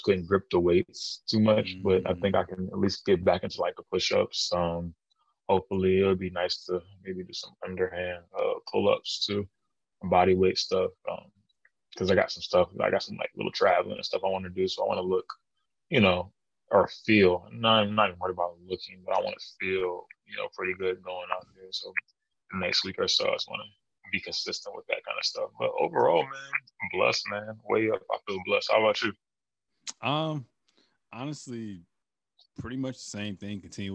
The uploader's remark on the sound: The two record this podcast virtually